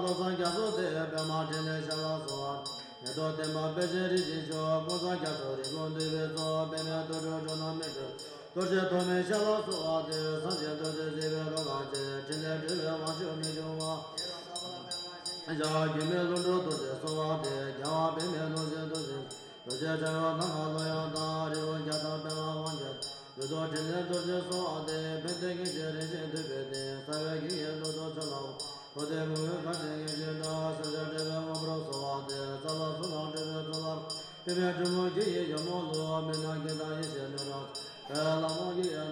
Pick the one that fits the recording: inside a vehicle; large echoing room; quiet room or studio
large echoing room